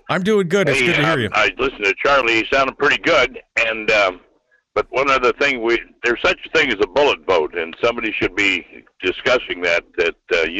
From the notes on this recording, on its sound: Then we'll open up the phone lines. Feel free to call in and sound off on any topic that strikes your fancy.